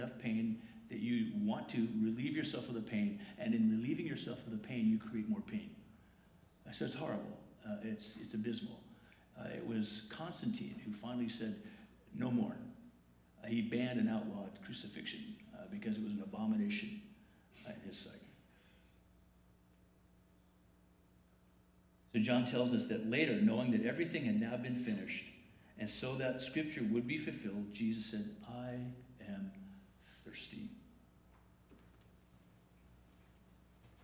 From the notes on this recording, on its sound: The following is a recording of the Good Friday Family Service on Friday, April 19, 2019 at La Jolla Community Church.